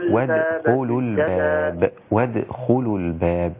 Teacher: أفصل عن الدال المرققة عن الخاء المفخمة مع القلقلة